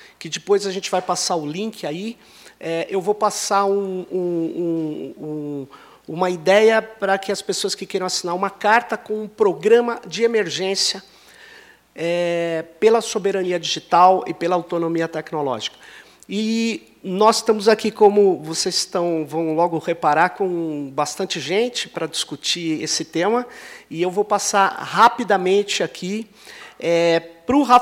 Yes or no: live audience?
yes